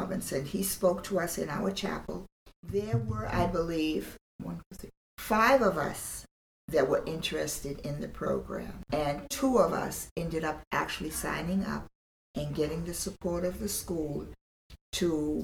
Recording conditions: poor sound quality